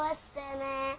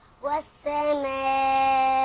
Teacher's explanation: المد ده مد واجب متصل اربعة او خمسة · Shown in: second take